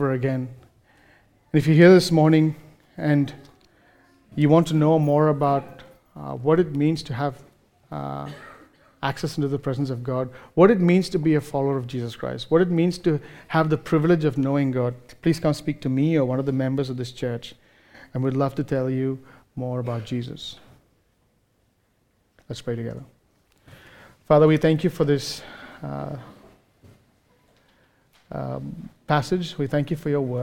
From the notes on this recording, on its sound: recorded live at Grace Community Bible Church